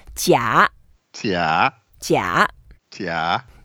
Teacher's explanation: It's a third tone, and we go down first and go up.